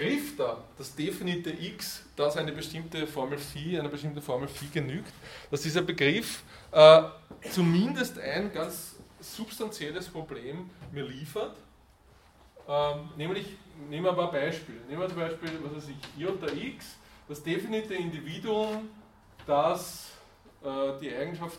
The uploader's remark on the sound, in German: Diese Vorlesung wurde von Studierenden aufgenommen